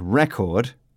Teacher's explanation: Record is the noun, so the stress is on the first syllable. And record is the verb, so the stress is on the second syllable.